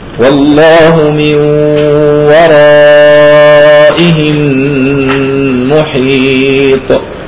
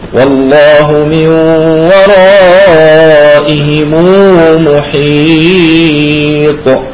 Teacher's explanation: إذا قرأنا بوجه الإسكان فأدغام الميم في الميم · Shown in: first take